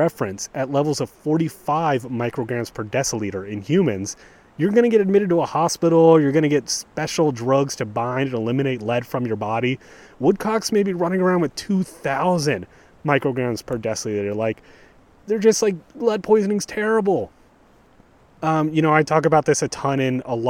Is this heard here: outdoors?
yes